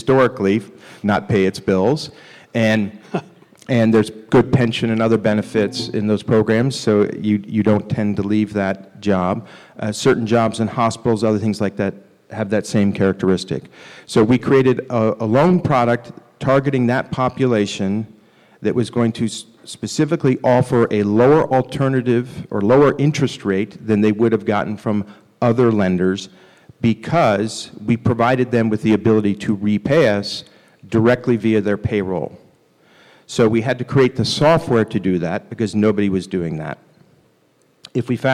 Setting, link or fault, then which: setting, live audience